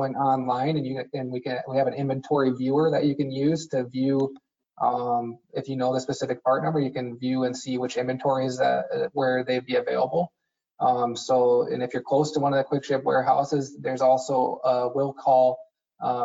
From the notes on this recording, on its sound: In a recent webinar